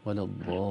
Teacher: لو تزود بالضالين شوي لأن هذا مد لازم